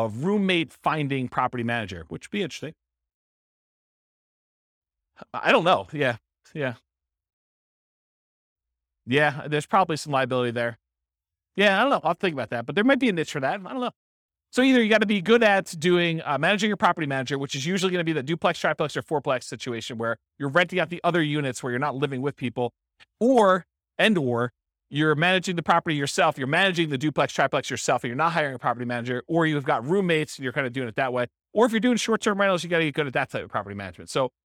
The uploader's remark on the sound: Sterling Heights, Michigan. This was a live class recorded.